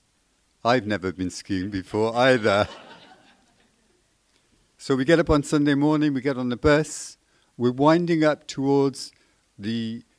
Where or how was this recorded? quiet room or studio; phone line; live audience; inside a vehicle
live audience